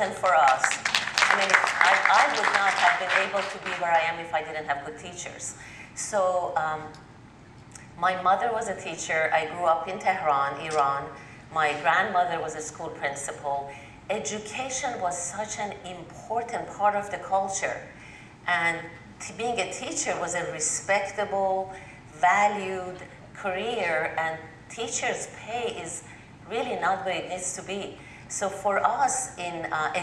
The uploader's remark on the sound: A panel of legislative, education and business leaders discuss before a live audience in Raleigh at the 2018 Eggs & Issues Breakfast.